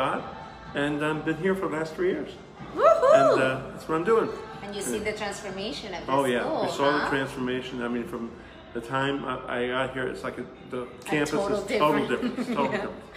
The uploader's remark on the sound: NAKED chat live from Lyceum